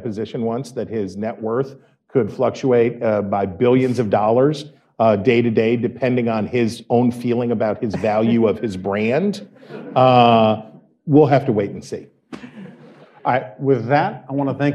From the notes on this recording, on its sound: Recorded live at the American Enterprise Institute before a crowd of Dispatch devotees, the episode features two panel discussions.